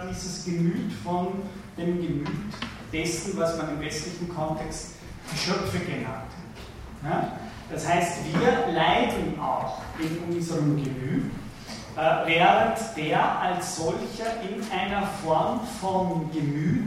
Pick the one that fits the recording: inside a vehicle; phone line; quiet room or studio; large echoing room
large echoing room